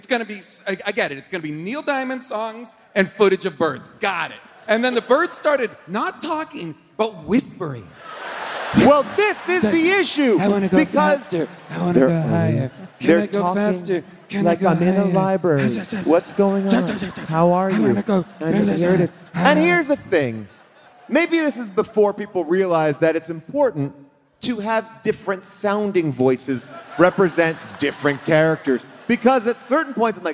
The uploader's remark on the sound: The HDTGM crew are LIVE from the Beacon Theatre in New York.